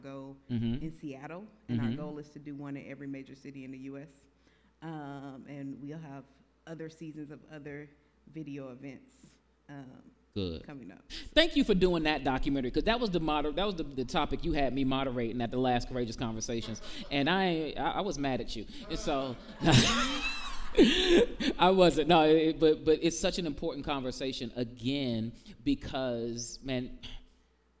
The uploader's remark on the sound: In front of a live audience